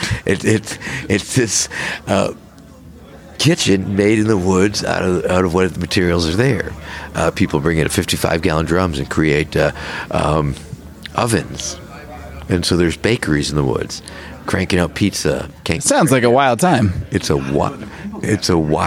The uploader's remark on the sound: A compilation of interviews recorded at the Libertarian Party of California State Convention. Went to the convention and sat down to record a podcast after the LP POTUS candidate debates, and ended up conducting impromptu interviews.